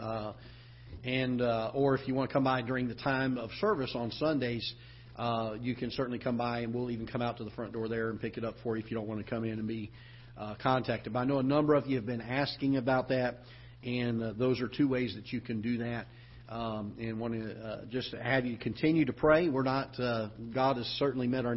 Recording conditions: large echoing room